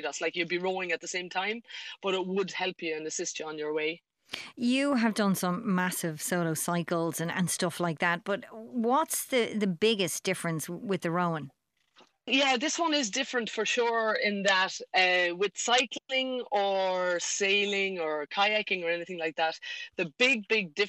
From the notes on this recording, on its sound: live from her boat